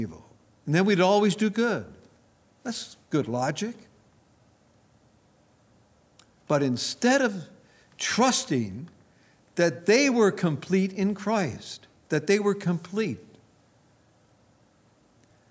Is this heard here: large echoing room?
yes